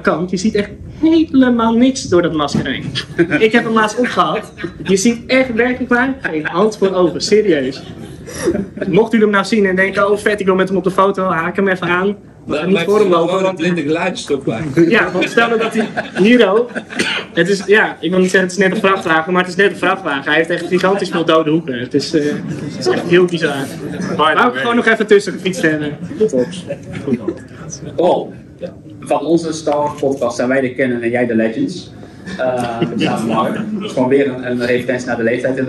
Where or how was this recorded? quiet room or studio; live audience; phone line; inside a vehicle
live audience